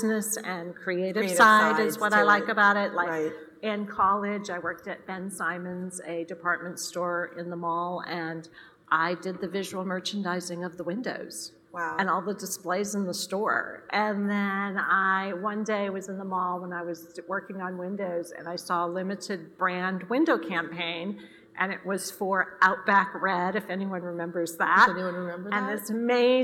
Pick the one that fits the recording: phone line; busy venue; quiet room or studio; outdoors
busy venue